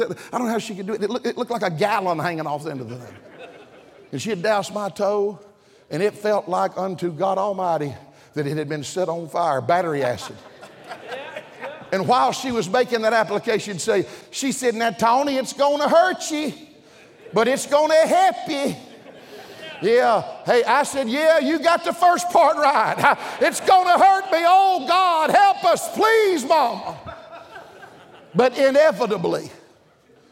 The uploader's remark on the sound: during the Wednesday Evening service of the 38th Annual National Pastors' & Workers' Conference in Santa Clara, California